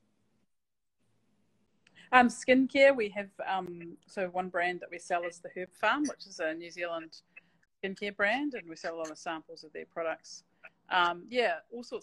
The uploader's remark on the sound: live Instagram interview